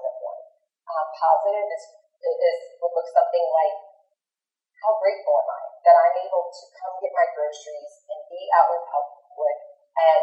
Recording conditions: poor sound quality